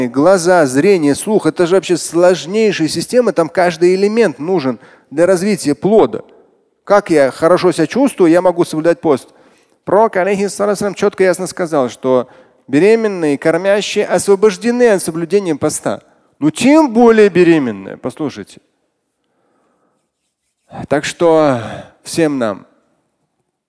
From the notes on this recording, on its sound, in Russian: Фрагмент пятничной лекции